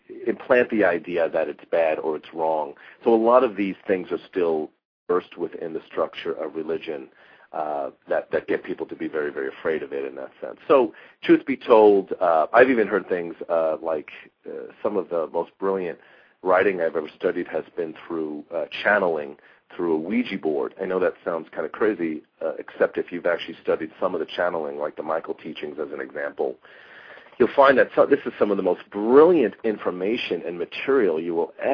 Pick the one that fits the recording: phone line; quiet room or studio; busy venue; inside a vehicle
phone line